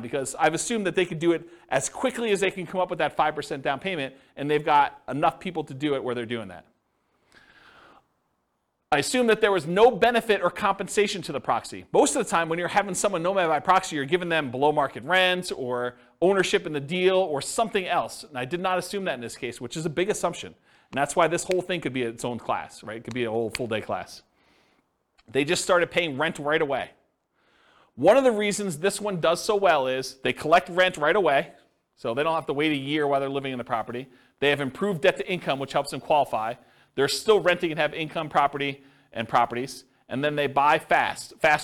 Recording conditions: live audience